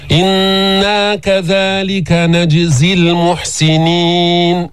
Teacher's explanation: أتينا بالقلقلة في الجيم الساكنة